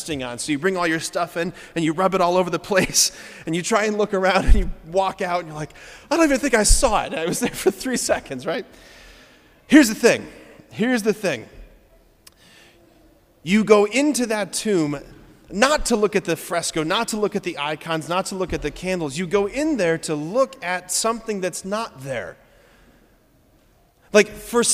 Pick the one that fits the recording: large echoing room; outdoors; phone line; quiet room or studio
large echoing room